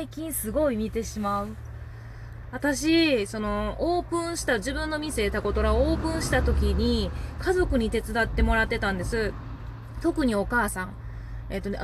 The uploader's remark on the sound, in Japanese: 車の中から配信